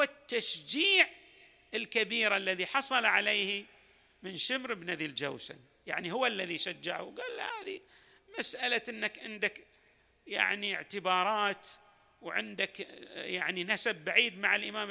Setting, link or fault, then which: setting, large echoing room